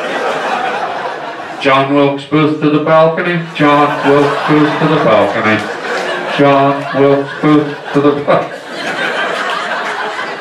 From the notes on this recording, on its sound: LIVE stand up. Cancer benefit. Does live stand up for a wonderful cancer benefit and ends up doing crowd work for 90% of his show. What a great crowd and a great cause.